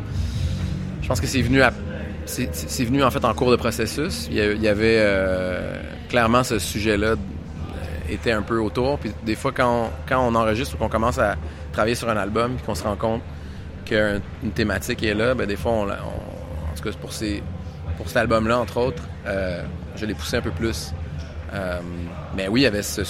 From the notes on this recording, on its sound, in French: Depuis le Paléo Festival.